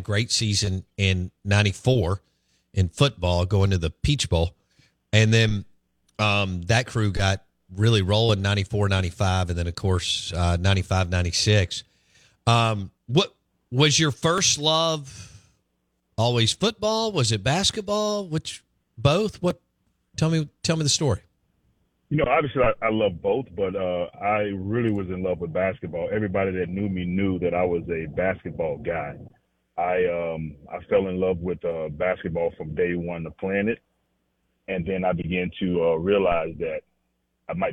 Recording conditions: phone line